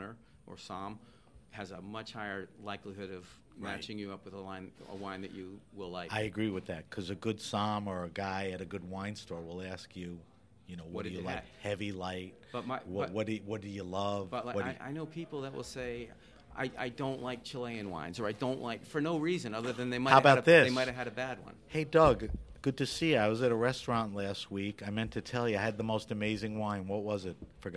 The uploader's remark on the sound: This episode of HRN On Tour was recorded at the Global Wine Dinner at Washington Prime as part of Norwalk Now’s CRUSH.